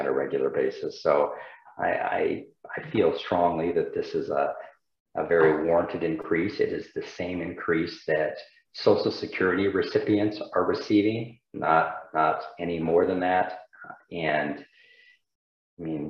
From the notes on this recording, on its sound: University Heights City Council Meeting of May 10, 2022 was held on Zoom.